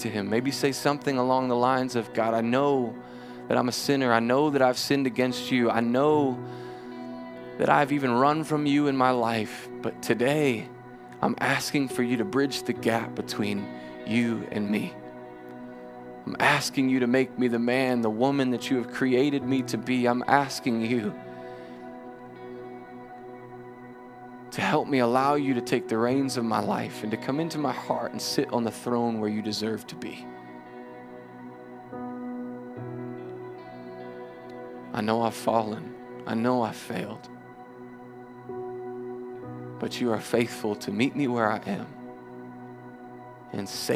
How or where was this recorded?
large echoing room